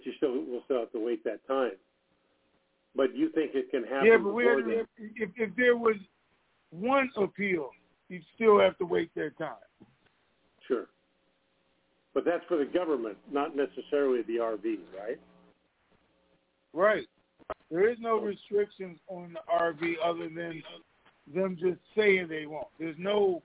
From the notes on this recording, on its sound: Conference Call